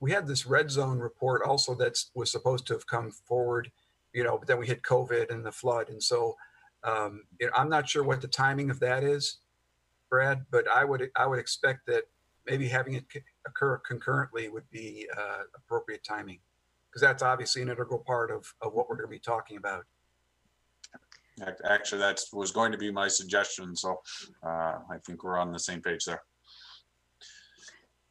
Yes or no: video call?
yes